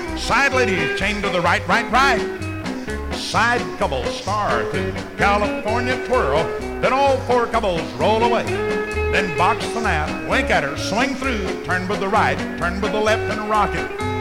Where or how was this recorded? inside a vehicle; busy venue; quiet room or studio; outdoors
busy venue